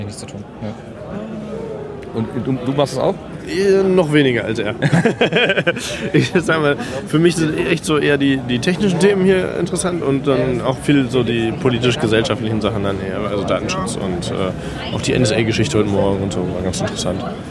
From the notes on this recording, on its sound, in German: RMN033 #32C3 Rundgang. Treppauf, treppab.